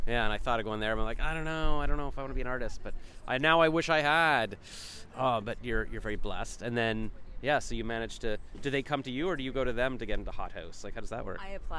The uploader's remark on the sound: I interviewed her at Ottawa International Animation Festival on Sep 24, 2022.